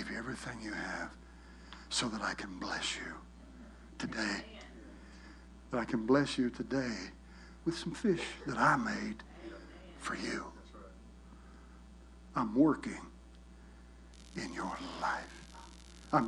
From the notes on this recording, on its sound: recorded at Household of Faith Church in Benton, Arkansas.